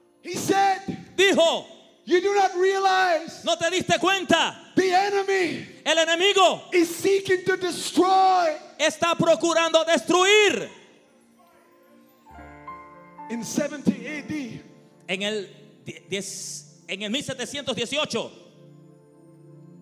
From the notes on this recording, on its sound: Sermon recorded during the Bay Revival. The Bay Revival is a spiritual awakening of the Christian faith that started at the Church of His Presence in Daphne, Alabama.